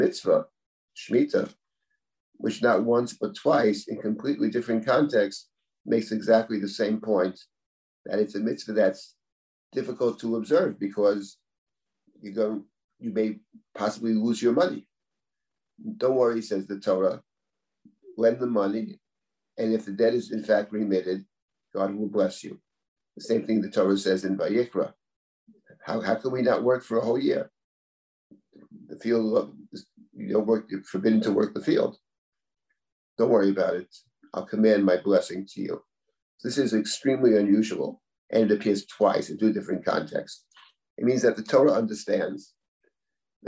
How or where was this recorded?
video call